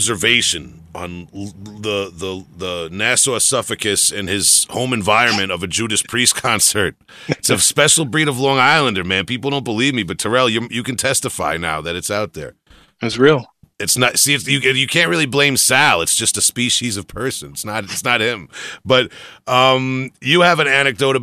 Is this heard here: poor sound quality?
no